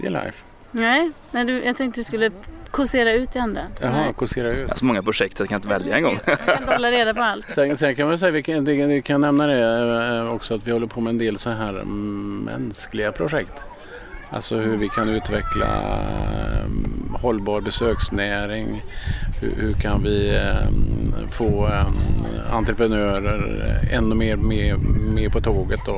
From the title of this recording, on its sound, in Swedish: Live från Kosterhavets nationalpark